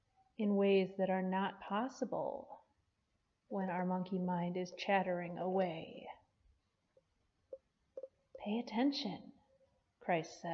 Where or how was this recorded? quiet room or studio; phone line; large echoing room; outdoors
large echoing room